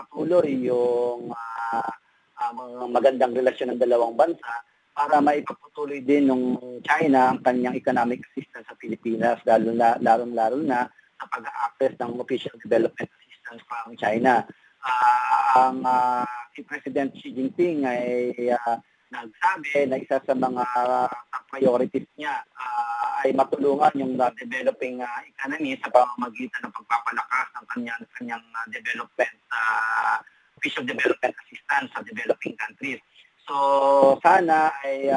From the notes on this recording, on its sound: Phone interview ng CMG.